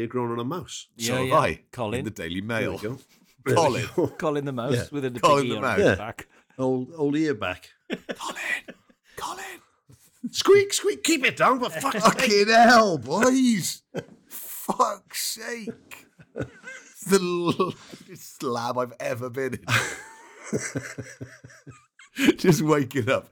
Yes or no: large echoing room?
no